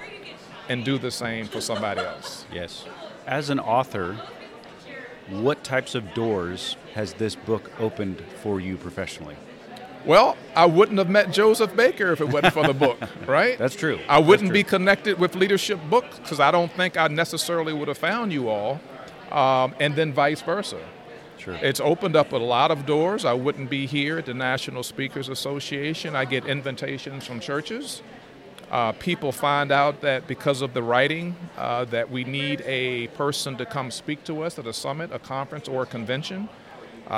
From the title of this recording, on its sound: LIVE at NSA 202